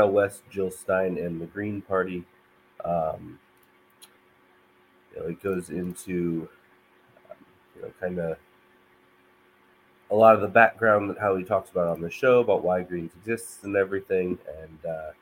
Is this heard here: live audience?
no